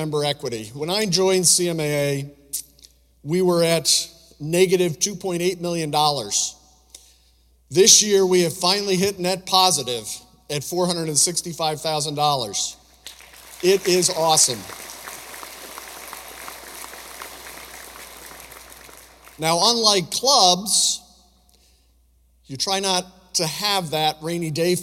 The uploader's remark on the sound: speech from the 2023 World Conference and Club Business Expo